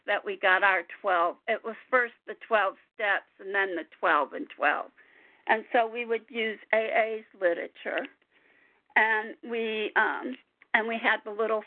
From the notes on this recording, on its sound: 100 Pounders Phone Meeting.